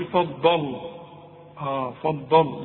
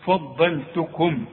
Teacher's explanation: الفه حاول تطلعها مرققة واللام لازم تطلعها مرققة · Shown in: second take